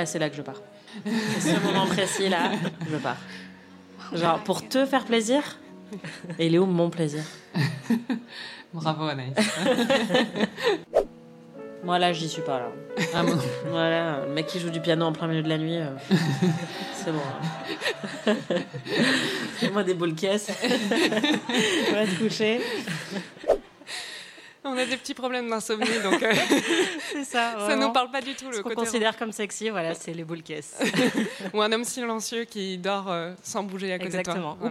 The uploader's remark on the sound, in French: En direct du Paris Podcast Festival. Enregistré en direct et en public au Paris Podcast Festival, sur la scène de la Gaité Lyrique.